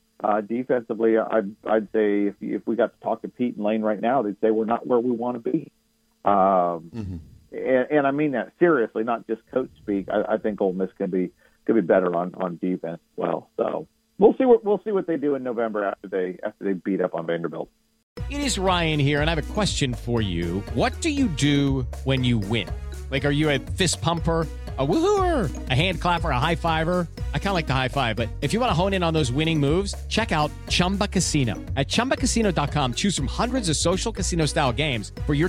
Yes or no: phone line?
yes